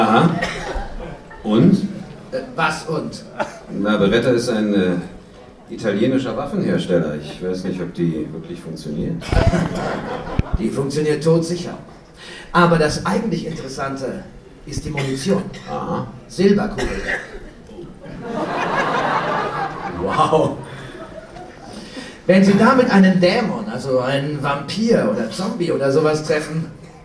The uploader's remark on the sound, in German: Live-Hörspiel bei der Hörspiel-Arena 2012 in Köln